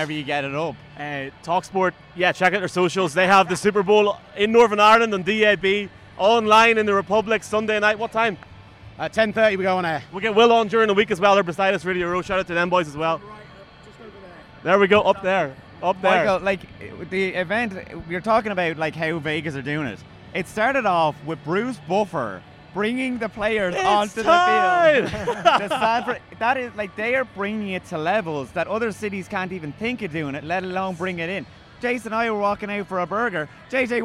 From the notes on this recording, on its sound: SB Opening Night Special from Allegiant Stadium.